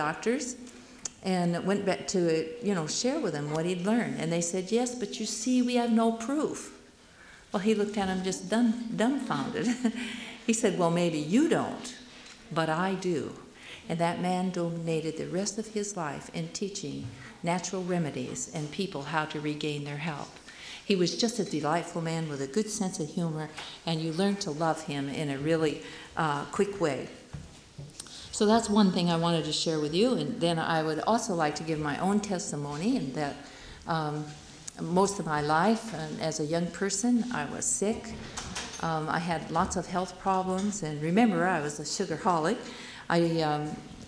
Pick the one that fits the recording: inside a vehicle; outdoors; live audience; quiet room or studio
live audience